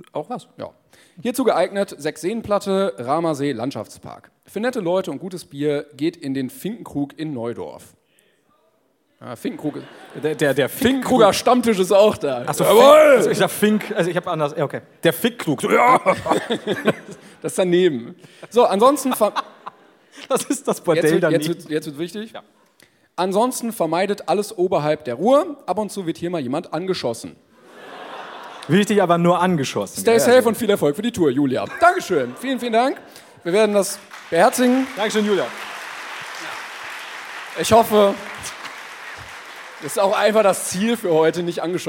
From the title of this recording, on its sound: LIVE in Duisburg